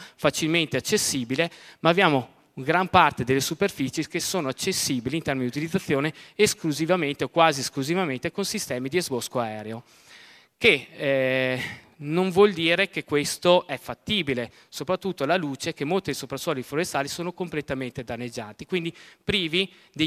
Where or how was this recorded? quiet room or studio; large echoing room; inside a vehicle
large echoing room